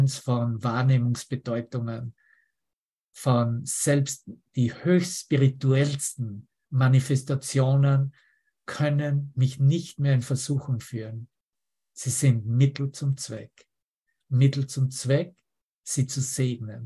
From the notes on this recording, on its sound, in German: Zoom-Session. Veranstaltet von der Aleph Akademie.